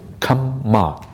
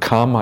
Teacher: the kamma is a double M, and it's pronounced as if kamma, twice. Kama is a long A sound